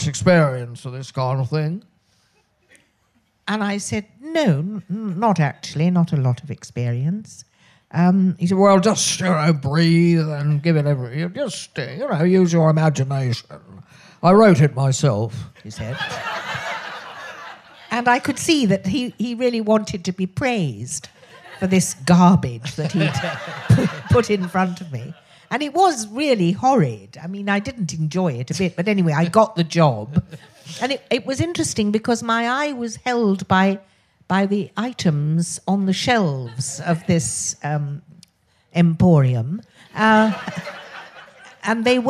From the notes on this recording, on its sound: meets a member of the audience